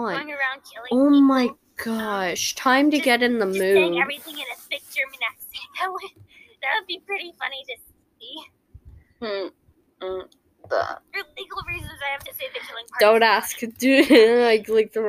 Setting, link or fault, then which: fault, uneven or low level